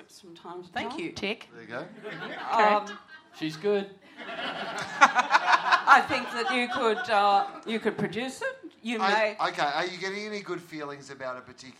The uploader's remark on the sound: Big live podcast and stand-up show.